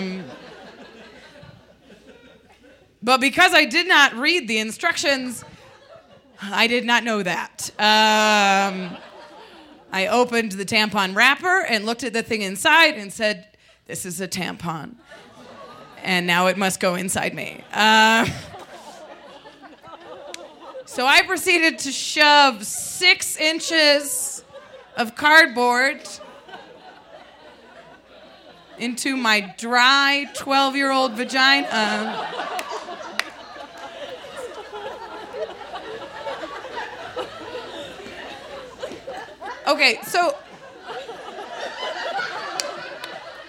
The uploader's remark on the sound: A true storytelling show where folks share their greatest shames. Recorded live on 20 June 2018 at Buntport Theater in Denver, Colorado.